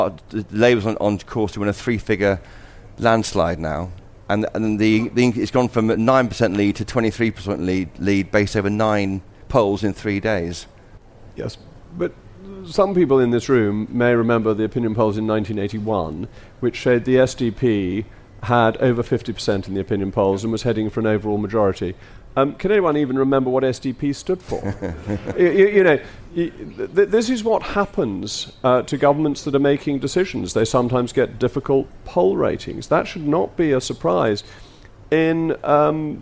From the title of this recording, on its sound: Live from CPC